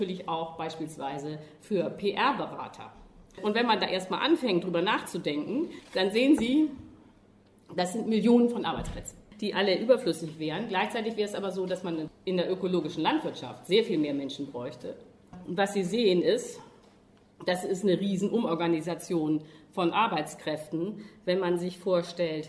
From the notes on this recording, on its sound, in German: Die Tagung "Andere Arbeit" fand am IFK, dem Internationalen Forschungsforum Kulturwissenschaften. Sie hören eine gekürzte Fassung des Eröffnungsvortrages.